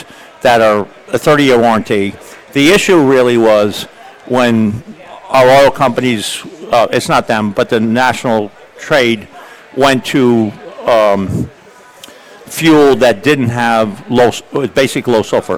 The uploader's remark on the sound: LIVE from the 43rd Annual Home & Garden Show! Live from the 43rd Annual Home & Garden Show at Mohegan Sun!